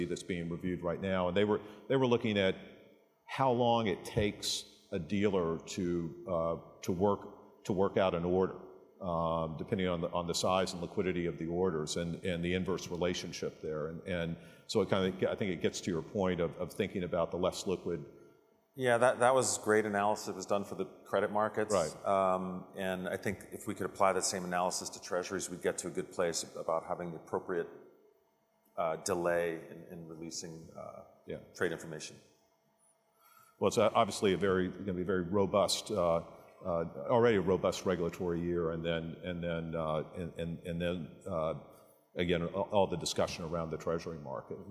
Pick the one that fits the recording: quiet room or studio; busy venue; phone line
busy venue